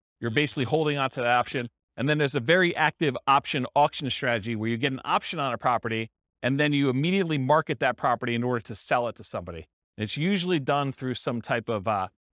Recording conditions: live audience